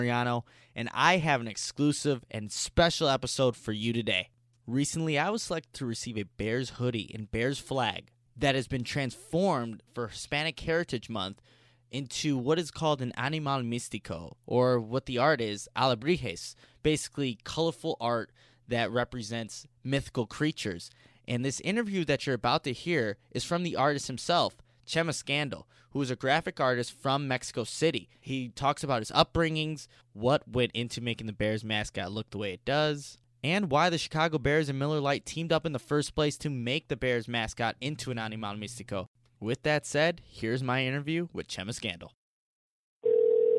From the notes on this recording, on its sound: Conducted a phone interview.